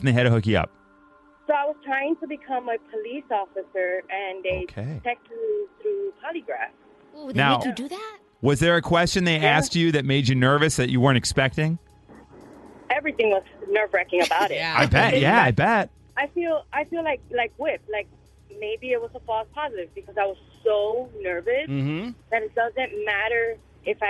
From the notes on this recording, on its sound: Mixers called